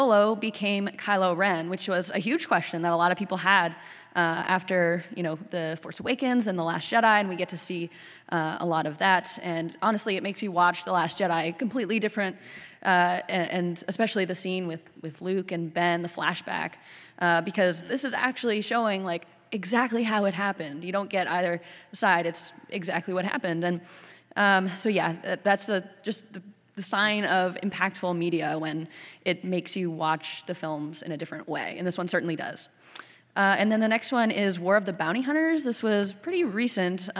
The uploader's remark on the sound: Youtini had the incredible privilege to host a panel at Star Wars Celebration in May 2022. The sound guys were kind enough to help us save the audio which we are now able to share with you. Enjoy this recording of our panel on the Fan Stage at Star Wars Celebration!